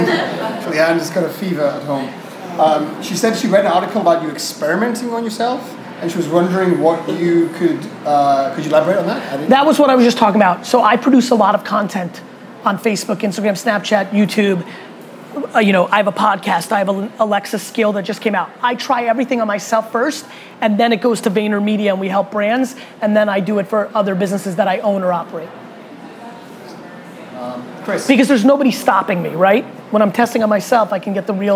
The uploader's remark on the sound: A FIRE Q&A With Young Entrepreneurs in Hong Kong. Large Q&A with some students & young entrepreneurs in Hong Kong.